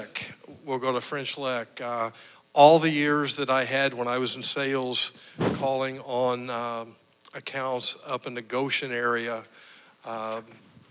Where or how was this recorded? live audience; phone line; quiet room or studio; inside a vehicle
live audience